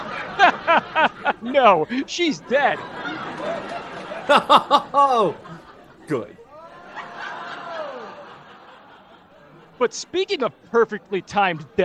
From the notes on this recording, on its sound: we are now filming in front of a live studio audience